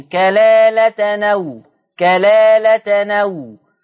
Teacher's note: عندنا في الآية 12 كلالة أو، نقلنا فتحة الهمزة إلى التنوين · Term: النقل